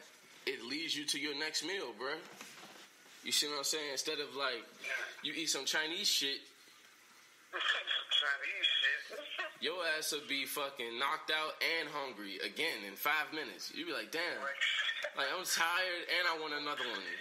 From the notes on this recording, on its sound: An elevated conversation over the phone